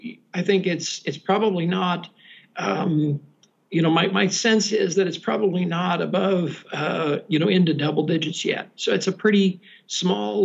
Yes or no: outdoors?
no